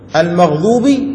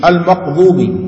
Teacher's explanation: يعني مثال ينطق الغين قاف المغضوب المقضوب مثلا هذا يسمى ألثغ.